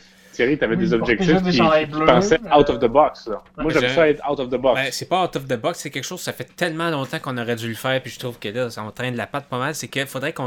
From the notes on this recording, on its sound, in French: Enregistré sur appel vocal Facebook